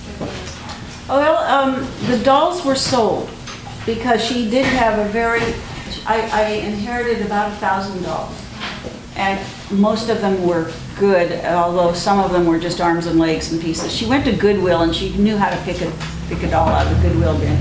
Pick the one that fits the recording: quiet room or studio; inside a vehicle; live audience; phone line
live audience